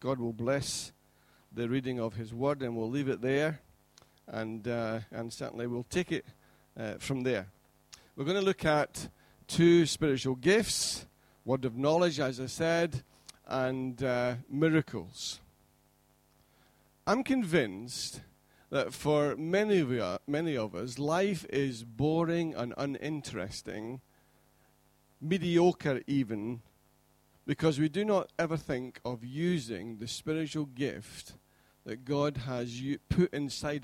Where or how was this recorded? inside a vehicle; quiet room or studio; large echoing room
large echoing room